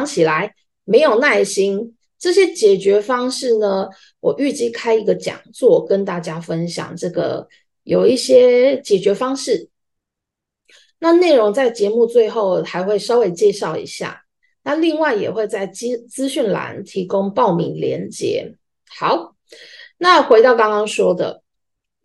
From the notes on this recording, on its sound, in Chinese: 地點：線上（zoom）。